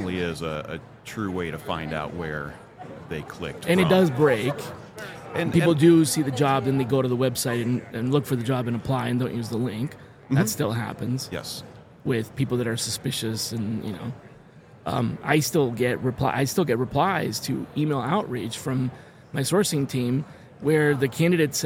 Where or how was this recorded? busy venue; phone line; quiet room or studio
busy venue